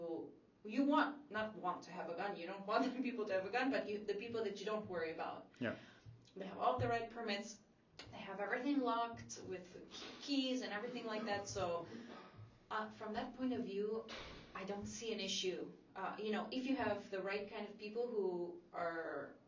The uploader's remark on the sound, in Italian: E' in lingua inglese & purtroppo la qualita' audio non e' delle migliori per un problema tecnico riscontrato sul mic (sorry!).